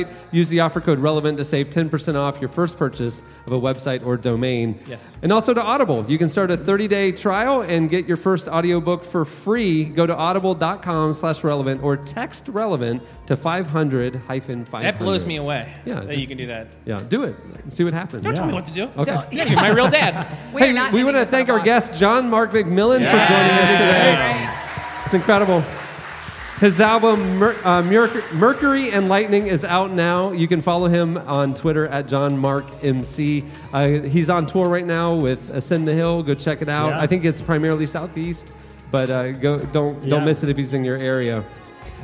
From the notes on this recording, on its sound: For our live taping of the RELEVANT podcast’s 600th episode